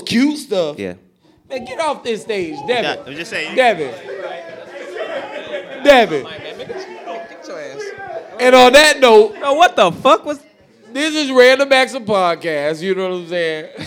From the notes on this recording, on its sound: RAOP 5TH ANNIVERSARY LIVE PODCAST. We live once again at FilmGate Miami.